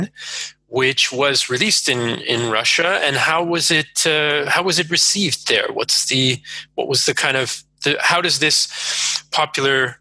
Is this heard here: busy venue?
no